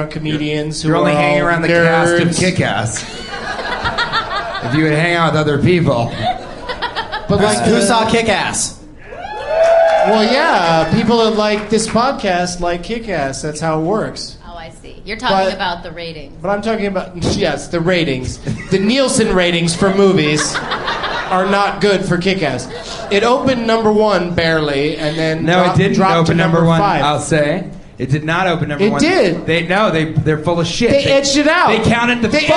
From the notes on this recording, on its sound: Recorded live at the Irvine Improv